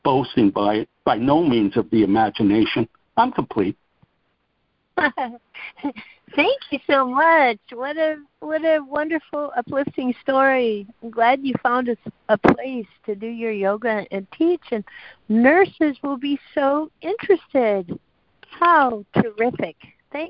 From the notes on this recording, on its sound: ACIM Daily Conference Call